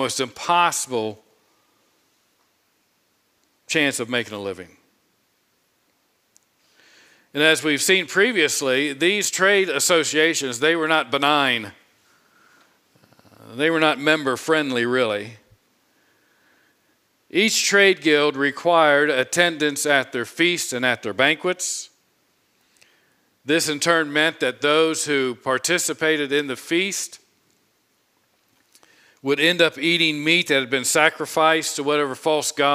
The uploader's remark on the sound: Preached this sermon on Sunday, April 10, 2022 from the pulpit of Grace Community Church in Berea, KY.